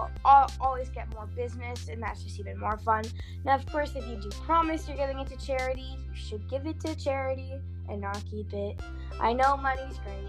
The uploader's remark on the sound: Sorry about the glitching…